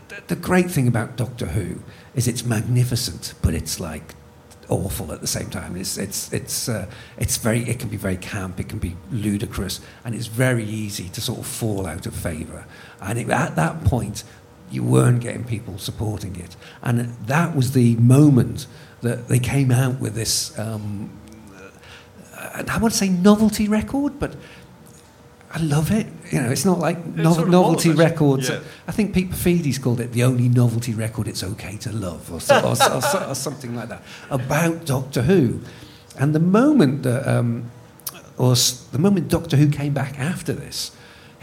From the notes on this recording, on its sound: This podcast was recorded in front of an enthralled audience at 21Soho in London.